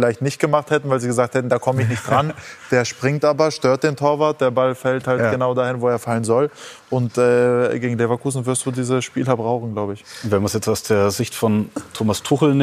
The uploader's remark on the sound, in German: Sky-Kommentator - live zugeschaltet zu den Fan-Protesten.